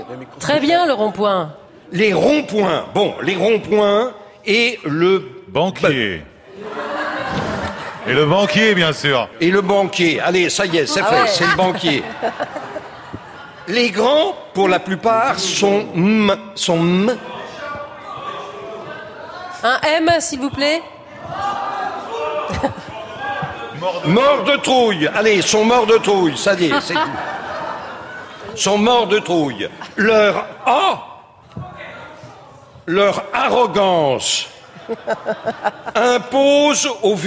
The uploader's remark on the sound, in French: Émission enregistrée en public à Beaubourg.